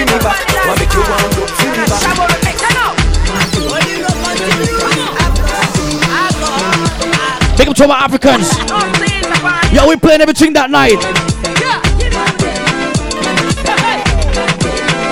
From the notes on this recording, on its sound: LIVE INSIDE REIGH ULTRA BAR NC. LIVE FROM JAMAICA INSIDE REIGH ULTRA BAR NC.